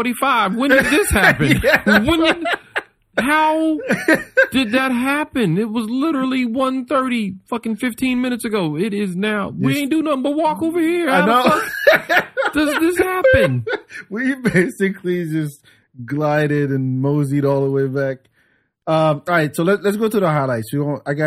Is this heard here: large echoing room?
no